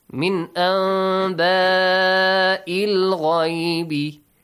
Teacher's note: As you're closing your lips, okay, produce the sound from your nose. · Term: Hidden meme